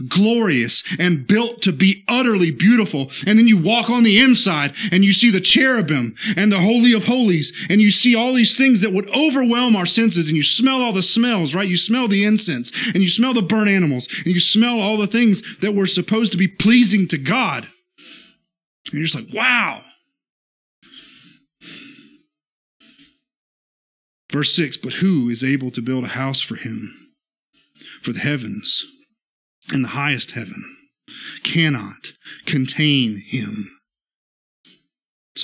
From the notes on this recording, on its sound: This is the sermon from our Tuesday night worship service